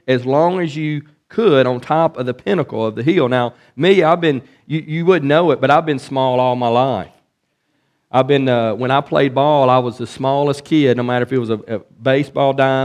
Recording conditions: large echoing room